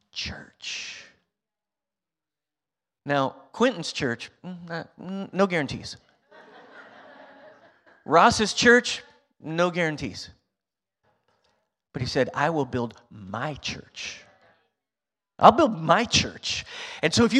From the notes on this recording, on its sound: Recorded on Sunday, February 12th, 2023, during service at The Anchor Church in Rockport, Maine.